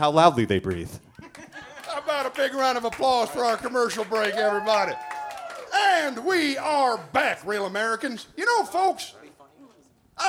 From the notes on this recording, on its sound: Live standup comedy show. Recorded this show LIVE at the Evening Muse, a beautiful Rock and Roll club in Charlotte … North… Carolina. We had to record this bonus episode without a few very important performers.